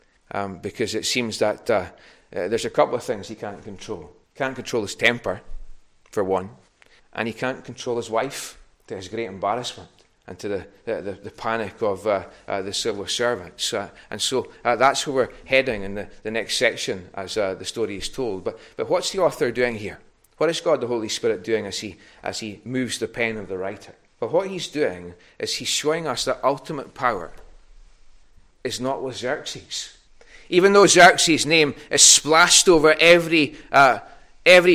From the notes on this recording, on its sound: recorded at North Harris Free Church on Sunday 23rd January 2022.